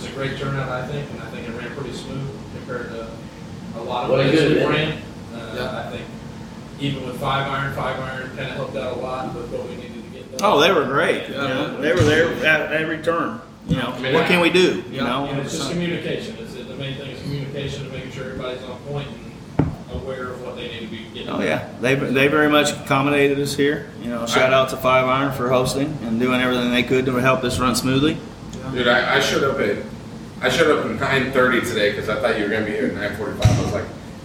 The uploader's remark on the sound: Live At 5 Iron Golf